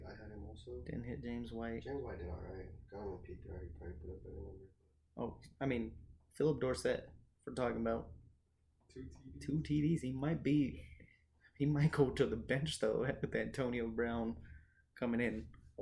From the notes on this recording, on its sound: Due to a technical difficulty the audio is poor.